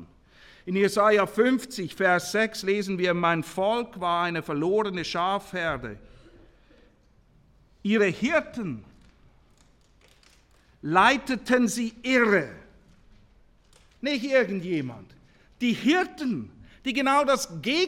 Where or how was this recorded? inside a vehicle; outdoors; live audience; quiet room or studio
live audience